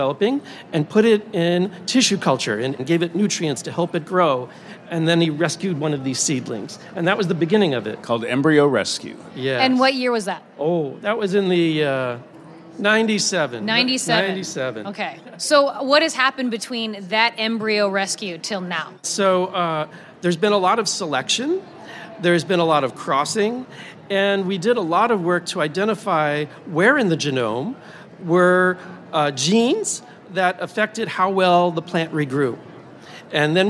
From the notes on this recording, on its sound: It's one of a series of interviews we conducted live at the 2023 Annual Meeting of the American Association for the Advancement of Science (AAAS). Live Short Wave episodes from the AAAS Sci-Mic stage.